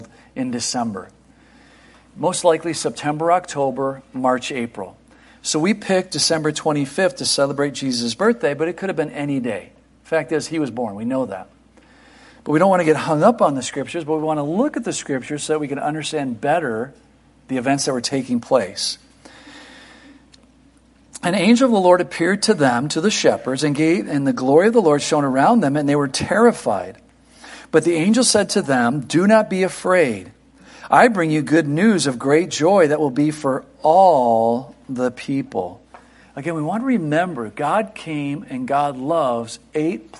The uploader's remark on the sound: Christmas Eve Morning Service 2023